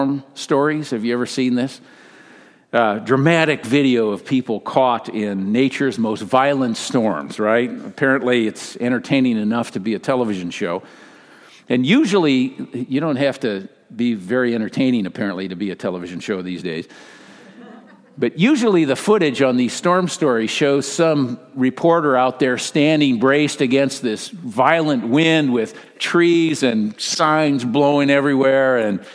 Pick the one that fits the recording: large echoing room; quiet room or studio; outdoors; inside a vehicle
large echoing room